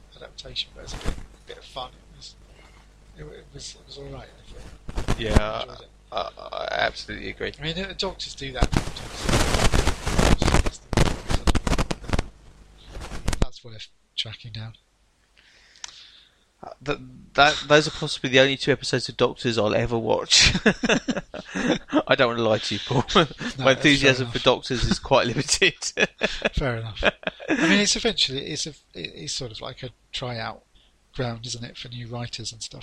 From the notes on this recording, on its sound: There were technical issues so the sound is not great, so aologies if it all freaks out a little bit.